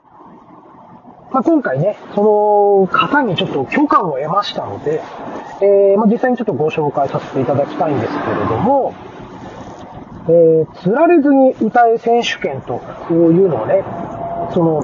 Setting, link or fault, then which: setting, inside a vehicle